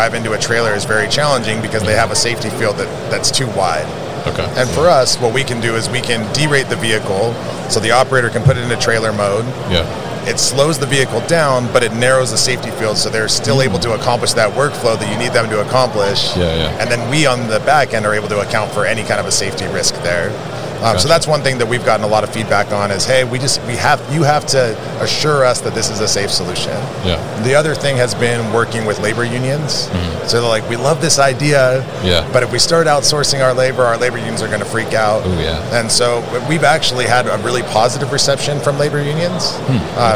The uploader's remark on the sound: at MODEX 2022